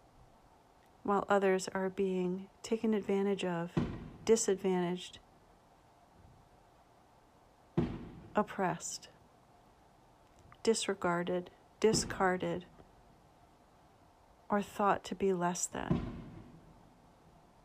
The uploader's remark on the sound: Set to a backdrop with sounds of firecrackers and fireworks, aptly punctuating this week's themes as locals celebrate the Fourth of July.